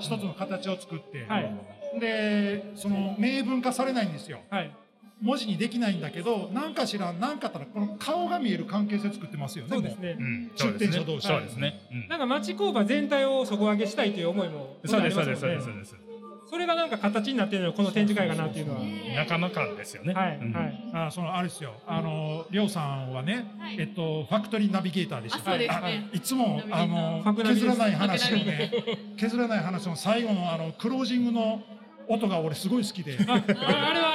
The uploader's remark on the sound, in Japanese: 展示会場で生収録した音源をお楽しみください。展示会ブースにお越しくださったときに声をかけ、突然にも関わらず公開収録に緊急参戦！